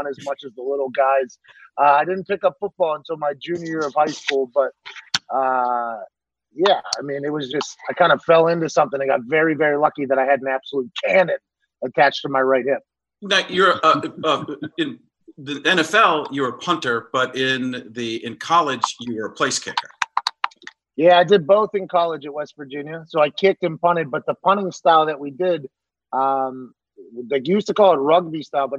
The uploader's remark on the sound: head to the Zoom app